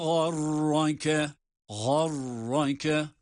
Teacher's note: gayin ve ra, her ikisi de kalın.